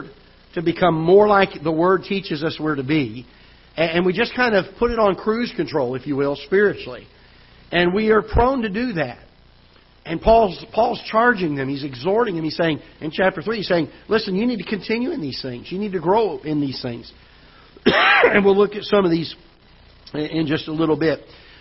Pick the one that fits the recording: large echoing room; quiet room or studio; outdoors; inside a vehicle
large echoing room